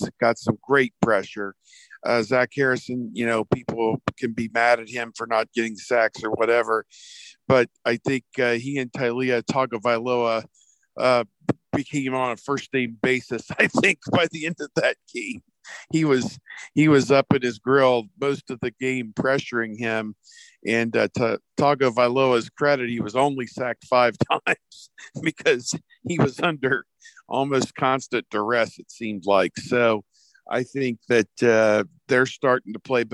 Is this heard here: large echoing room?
no